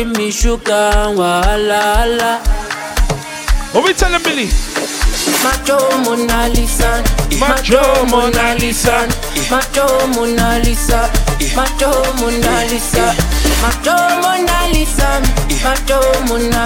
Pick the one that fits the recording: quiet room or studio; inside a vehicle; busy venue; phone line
busy venue